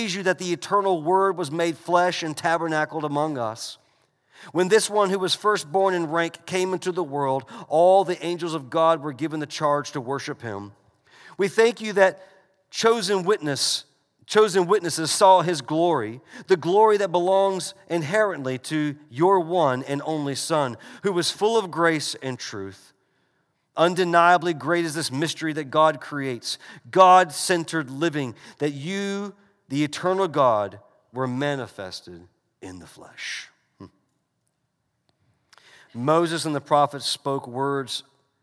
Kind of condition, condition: setting, large echoing room